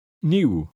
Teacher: To say this combination of vowels, you put the sound I in front of U.